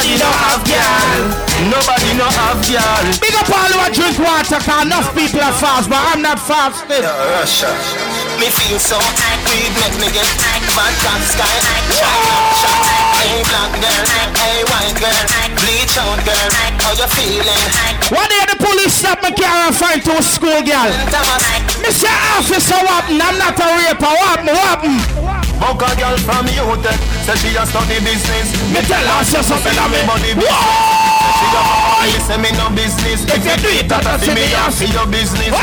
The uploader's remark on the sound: LIVE IN CRANE